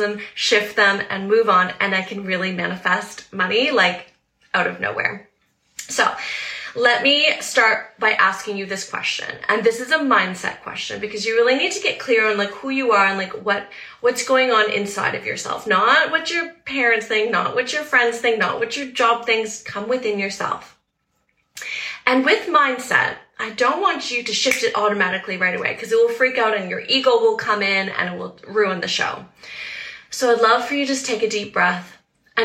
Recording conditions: phone or laptop microphone